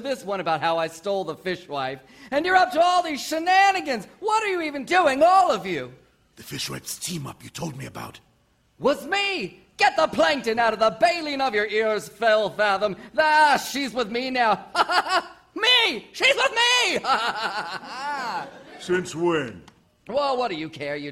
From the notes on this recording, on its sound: Recorded Live 6/14/2014 at Largo, Los Angeles.